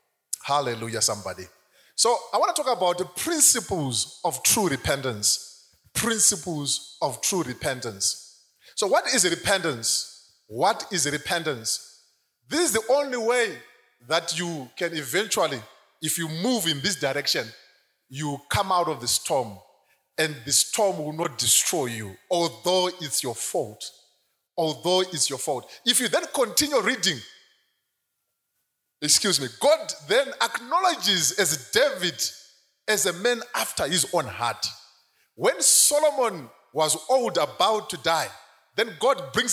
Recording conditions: live audience